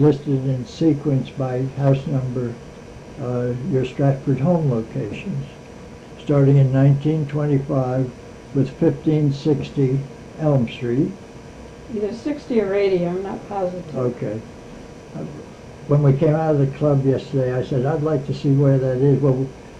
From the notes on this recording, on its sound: The recording is hard to hear